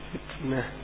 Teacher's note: إذا فتنة هم ينطقونها هكذا، فتنة، هذا خطأ، إنما تنطق فتنة. فالذي يقولها فتنة هذا لم يراعي الشدة فيها